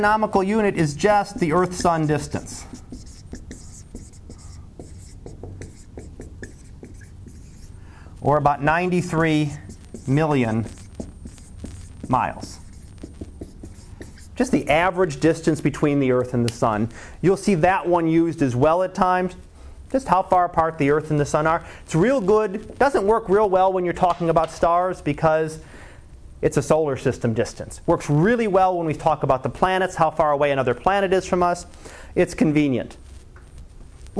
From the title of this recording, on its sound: Live Class Lecture